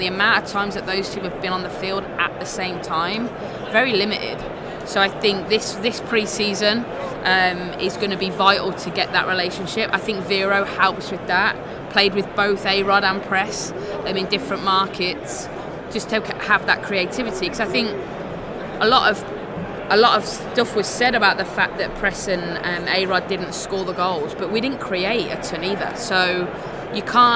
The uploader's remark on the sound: Live from the 2019 USC Convention.